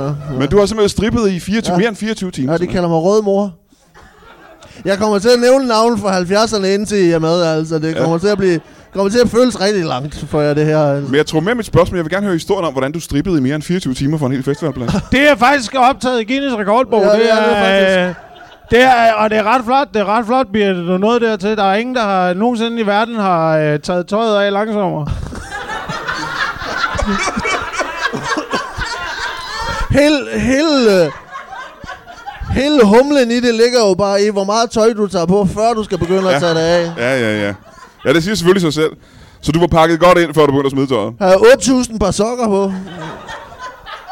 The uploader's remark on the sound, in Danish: LIVE fra Odense